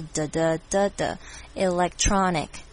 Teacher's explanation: electronic，重音在 tronic 身上